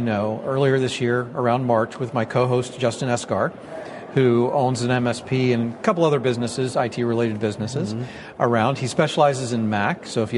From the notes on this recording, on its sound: right in the heart of the IT Nation conference in Orlando, Florida